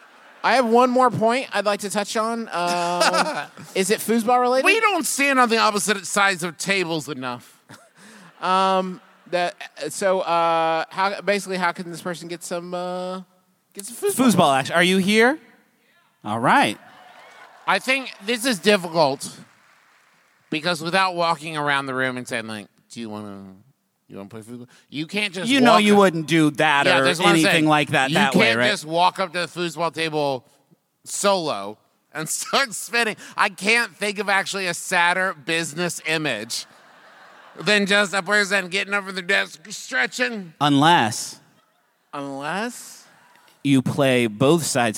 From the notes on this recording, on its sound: Face 2 Face. LIVE from beautiful San Jose.